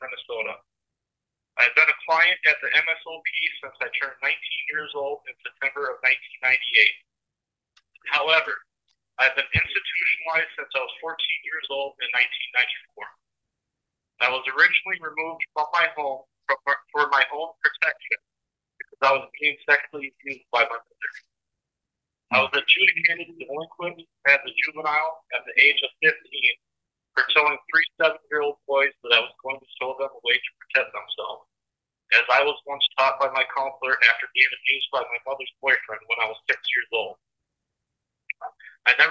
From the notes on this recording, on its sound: be patient with the audio as it is near impossible to have clear crisp audio through the phones the prisoners speak through